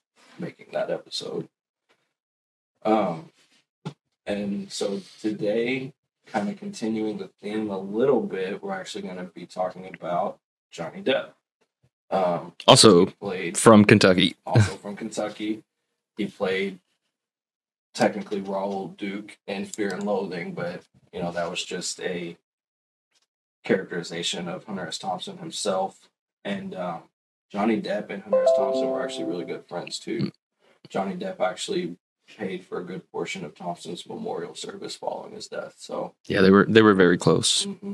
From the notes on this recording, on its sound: Sorry for the audio issues! Still dialing in settings.